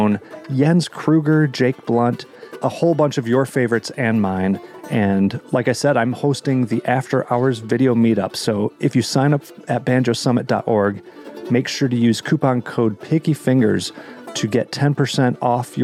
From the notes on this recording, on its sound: Recorded at the 2022 Great Lakes Music Camp at Camp Blodgett on the shores of Lake Michigan.